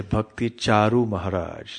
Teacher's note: The Charu, the A, the long A is compressed into a short A.